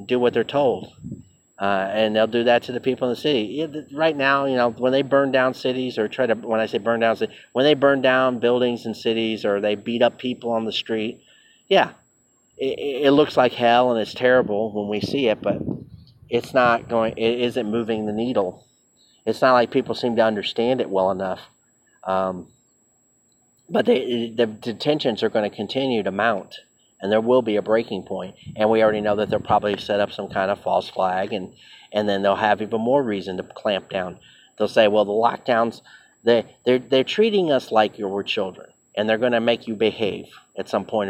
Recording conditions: outdoors